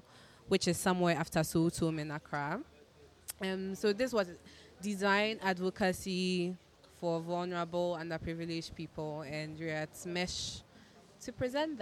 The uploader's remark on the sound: We went live at the MESH Confab and spoke to a number of people. MESH Creative Confab is a biannual event that brings together the very best of Ghanaian creativity under one roof.